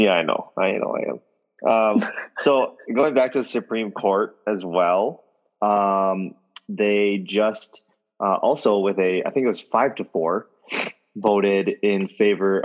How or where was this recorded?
video call